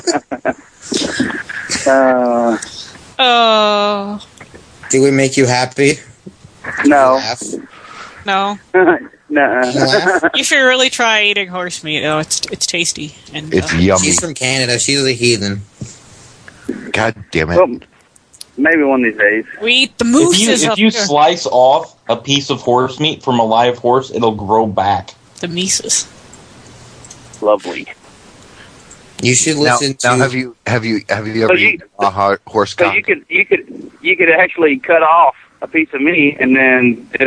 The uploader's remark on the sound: Prank Phone Calls Collection.